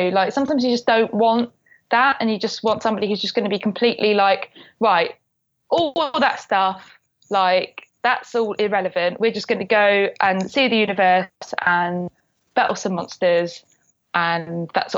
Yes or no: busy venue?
no